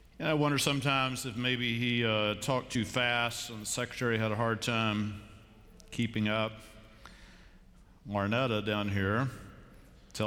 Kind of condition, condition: setting, large echoing room